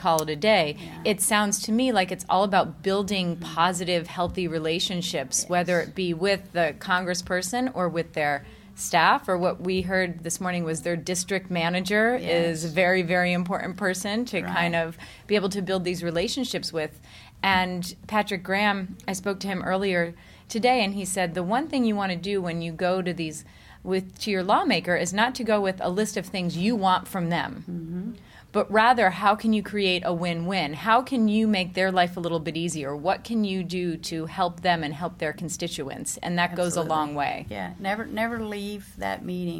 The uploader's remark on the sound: LIVE from Washington DC at the Federal Advocacy Forum through the American Physical Therapy Association